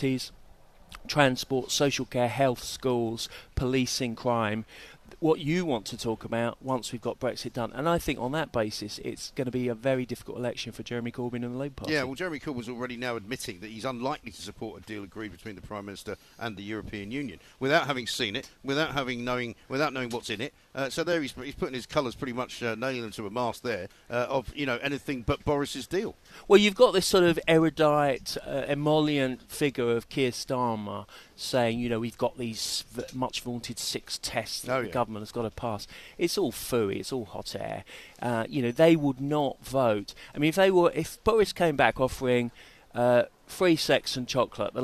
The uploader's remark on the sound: Live from College Green